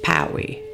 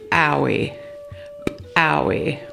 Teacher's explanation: This word is used to practice the letter called ejective P in the Tsklallam alphabet. The ejective P sound in Tsklallam is pronounced just like the English letter P, but with a stronger pop.